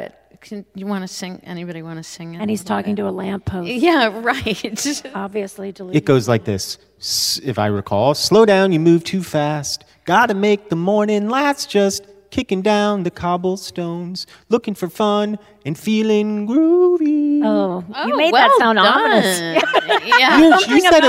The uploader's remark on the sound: Recorded live. Crybabies Live at the Bard.